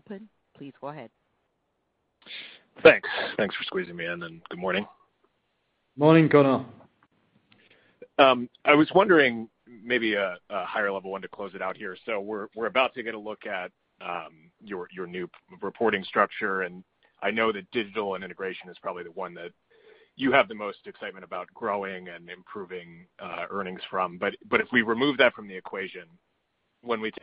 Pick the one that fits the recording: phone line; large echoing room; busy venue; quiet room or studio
phone line